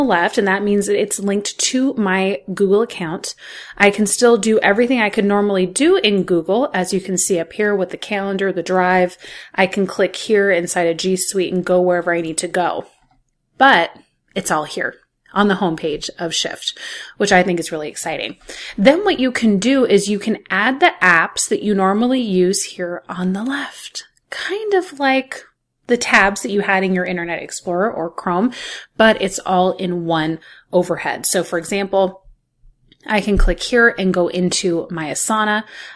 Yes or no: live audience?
no